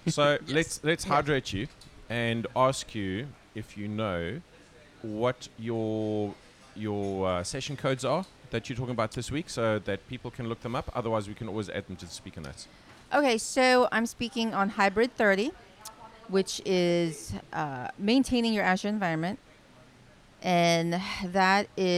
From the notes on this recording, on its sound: When sitting having our morning breakfast at the Grand Hyatt in Hong Kong, we started a conversation